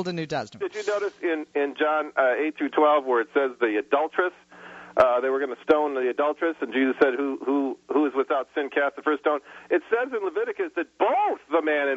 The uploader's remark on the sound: In this open phones hour I take calls from the audience